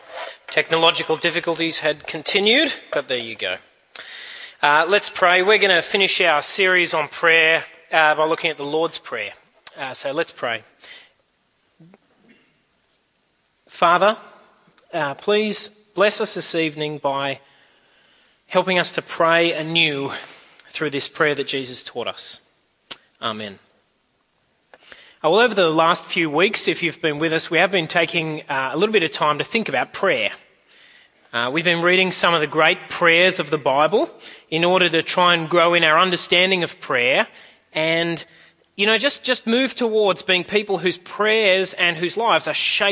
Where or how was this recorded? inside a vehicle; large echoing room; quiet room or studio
large echoing room